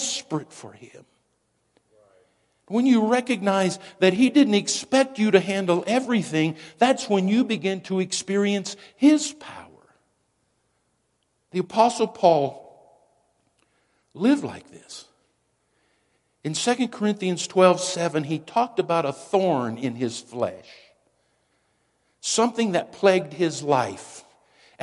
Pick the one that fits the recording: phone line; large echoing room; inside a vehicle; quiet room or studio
large echoing room